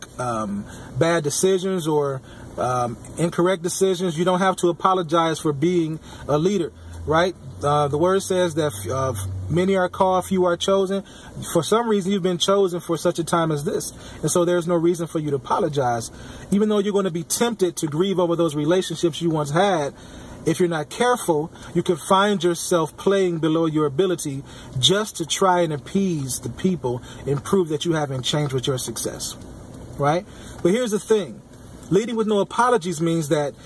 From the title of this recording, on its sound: Podcasting from my car